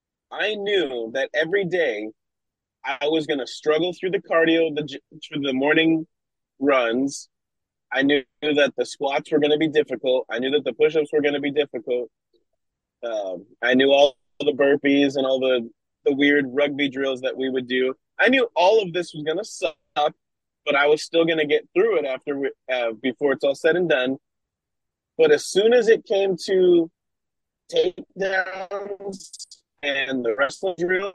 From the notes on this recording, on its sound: There are some audio glitches during this as the connection up in the PNW wasn't the best. Was en route to a show.